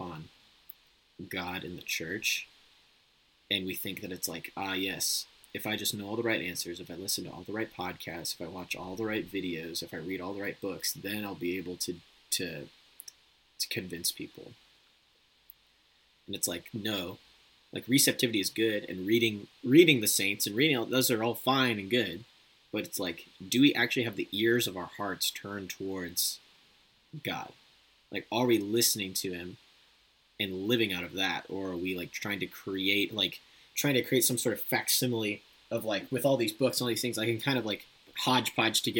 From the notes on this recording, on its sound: My audio is MESSED up in this episode. The recording of this episode messed my computer up so badly that i was unable to delete any files until i rebooted in safe mode because my "disk was full".